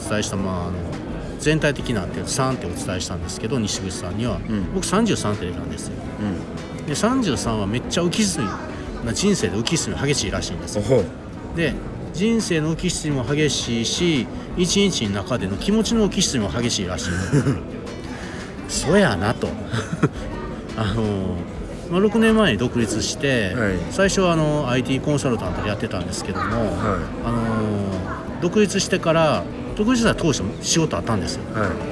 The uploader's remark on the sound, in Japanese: 大阪難波のスイスホテルのラウンジで収録を行った